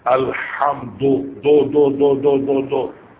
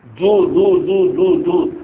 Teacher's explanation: دو دار کی پیش، اس کو معروف پڑھنا ضروری ہے · Shown in: second take · دو اگر مجرور پڑھیں گے مکروہ تنزیہی ہے.